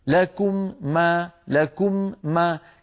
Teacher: أطبقتهما مرتين، المرة الأولى عن الميم الأولى والمرة الثانية عن الميم الثانية، لكم ما، فكررت العمل مرتين من المكان نفسه.